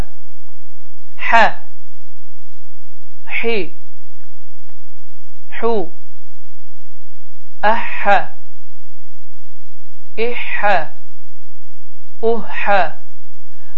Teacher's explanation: Boğazın ortasını sıxmaq nəticəsində, boğazın ortasını sıxılması nəticəsində yaranan hərfdir ki, Azərbaycan dilində bu cür səslənmə yoxdur